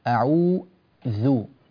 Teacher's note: أعوذ لابد من ترقيقها، لو فخمت الذال تنقلب إلى ظاء